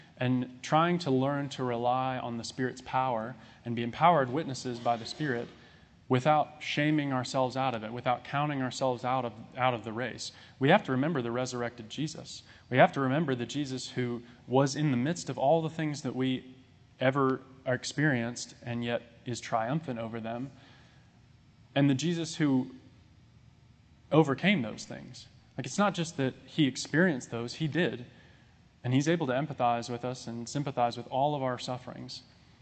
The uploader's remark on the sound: This sermon was recorded on July 3, 2022.